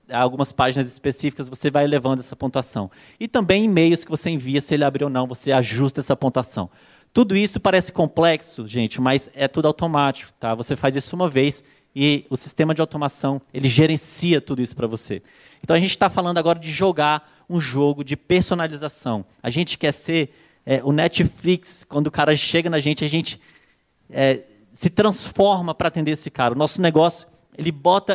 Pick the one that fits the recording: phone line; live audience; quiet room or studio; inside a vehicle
live audience